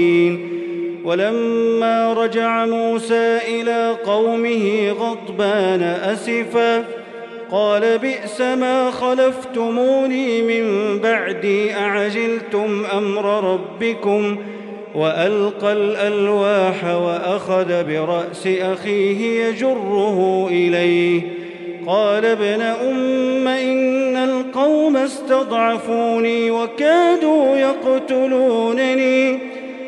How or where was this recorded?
large echoing room